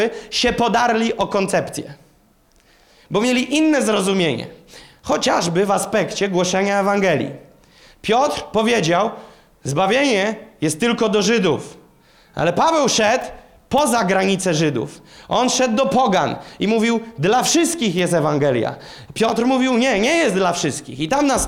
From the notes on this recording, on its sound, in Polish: Kazanie zostało nagrane podczas Makrogrupy NOF Church 24.